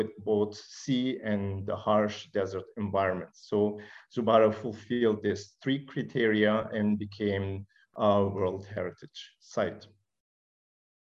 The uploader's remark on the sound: This public talk was conducted online via Zoom on Friday, 21 January 2022, from 2.00 pm to 3.00 pm (SGT).